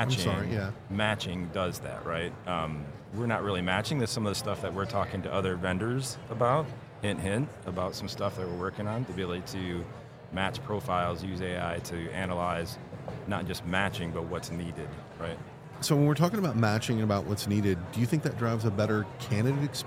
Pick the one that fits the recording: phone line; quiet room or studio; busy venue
busy venue